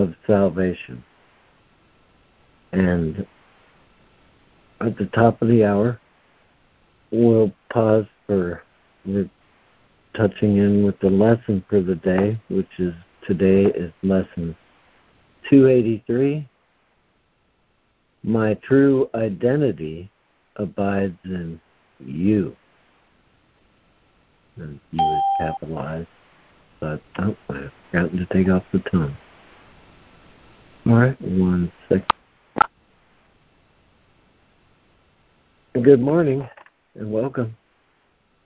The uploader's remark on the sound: ACIM Daily Conference Call.